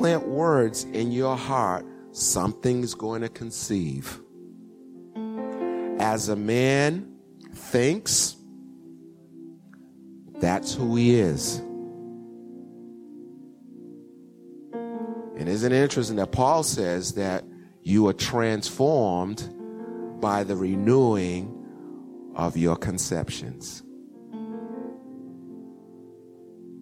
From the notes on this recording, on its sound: 08:30am Service.